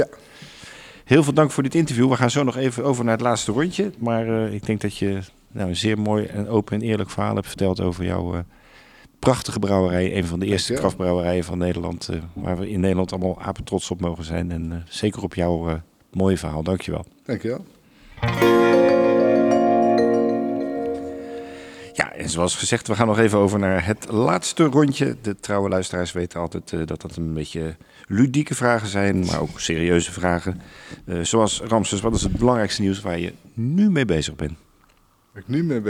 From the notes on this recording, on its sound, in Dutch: Live opgenomen in de brouwerij van Ramses. Ramses Bier in Wagenberg/Hooge Zwaluwe.